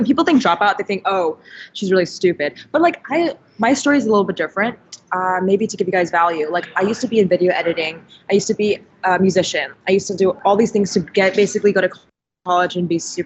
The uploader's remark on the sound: In this video I got on a Skype call with young entrepreneur.